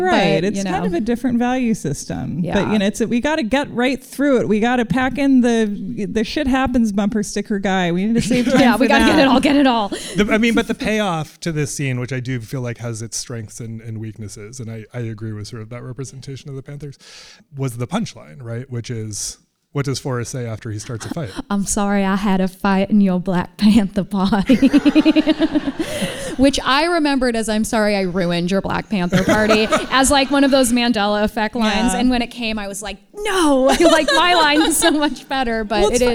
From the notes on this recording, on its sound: LIVE ON STAGE AT THE GATEWAY THEATER IN SAN FRANCISCO